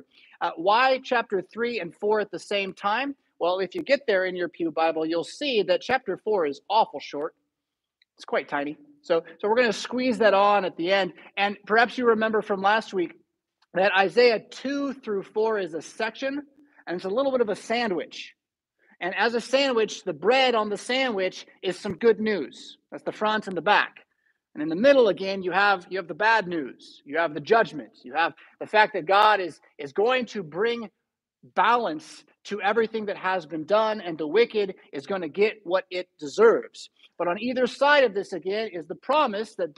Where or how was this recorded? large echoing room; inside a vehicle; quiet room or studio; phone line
large echoing room